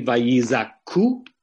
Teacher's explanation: the verb is really Vayizaku with a stress on the last syllable